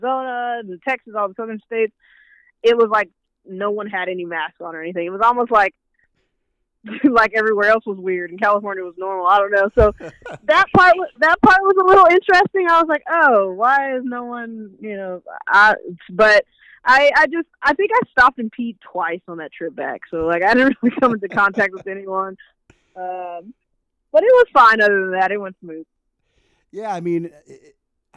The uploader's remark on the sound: talks over the phone